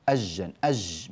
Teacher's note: يعني يحذف اللام ويدغمها